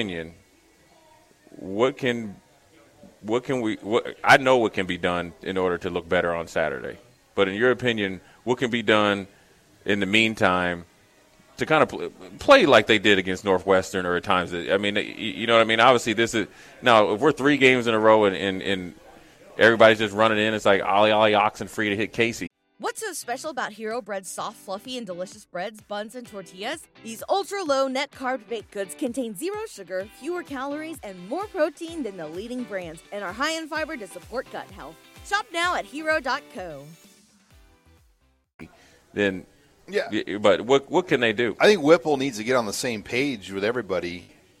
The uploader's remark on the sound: Live from Tanner's